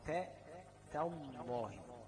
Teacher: اللام هي اللي مفخمه لكن التاء والالف ايه مرققه، تاء من حروف الاستفهام والالف تتبعها في الترقيق.